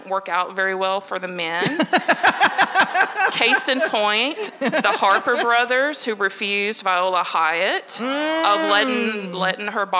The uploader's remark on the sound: Our first LIVE show was recorded at the haunted Peerless Saloon in Anniston, the oldest bar in Alabama!